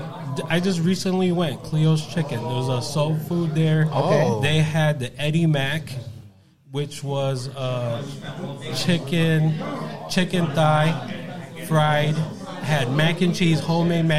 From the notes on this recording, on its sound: Live At Burdeens. A live adventure straight from Burdeens Chicago.